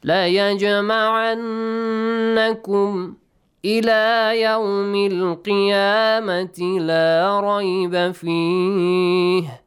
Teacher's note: Nun mushaddad must be extended, the sound, okay? And also nasal sound must be pronounced.